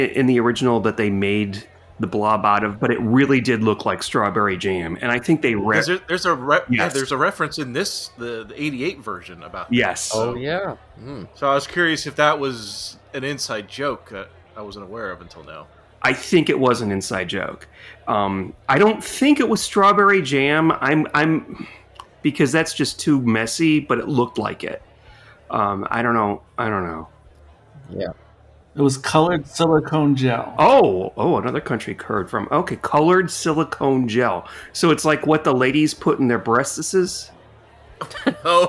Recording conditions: busy venue